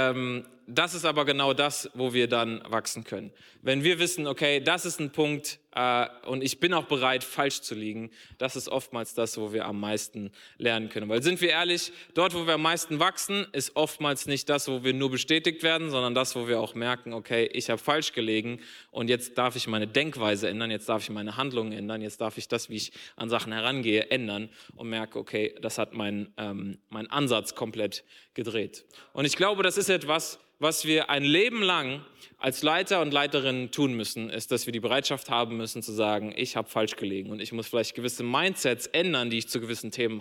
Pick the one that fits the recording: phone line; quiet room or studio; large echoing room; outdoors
large echoing room